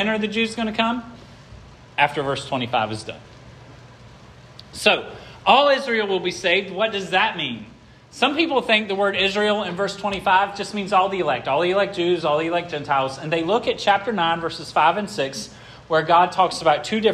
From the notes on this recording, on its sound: This sermon was preached at Hope Fellowship